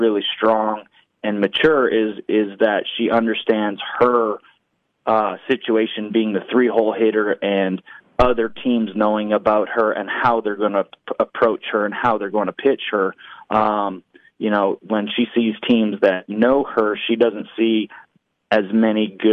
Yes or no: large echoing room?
no